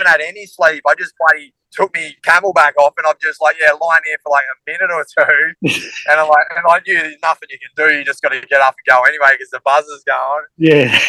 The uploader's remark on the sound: called in for a chat